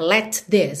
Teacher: Let termina em T, this começa em T, mesmo sendo TH. Você não precisa quicar. Let this, você junta. · Term: junção